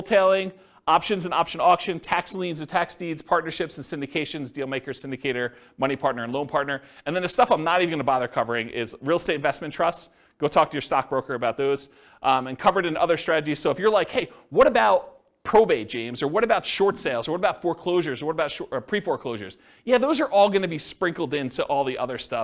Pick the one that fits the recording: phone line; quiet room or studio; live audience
live audience